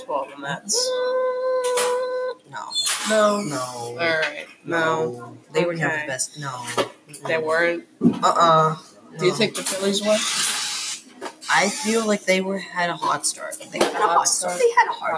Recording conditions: background noise